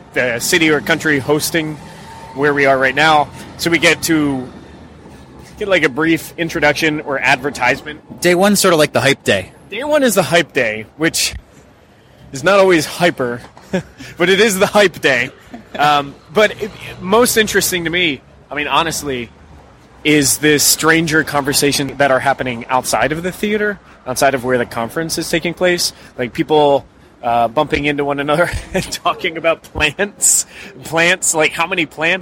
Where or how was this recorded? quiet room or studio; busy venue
busy venue